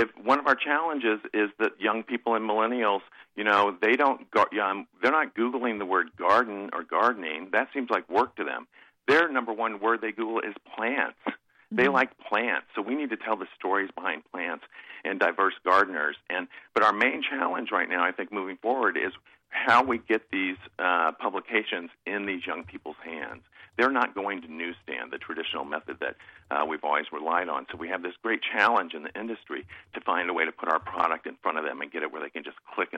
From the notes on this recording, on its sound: In studio, who will be joined on the phone.